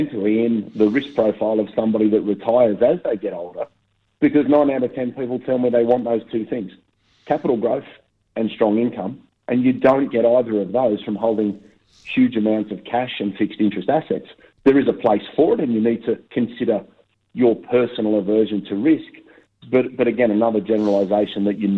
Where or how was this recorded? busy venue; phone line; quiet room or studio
phone line